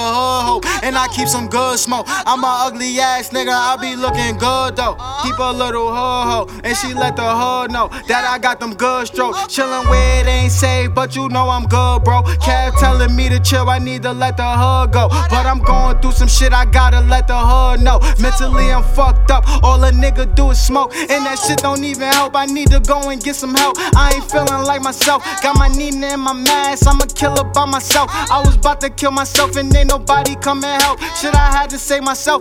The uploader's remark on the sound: Live From The Nick